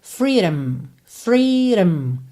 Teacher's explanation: Olha que interessante a pronúncia dessa palavra freedom, que você quase não fala esse O. Você vai meio que do D direto pro M, e esse D ainda pode soar um pouco rarará, fica freedom, freedom, rum, rum, ok?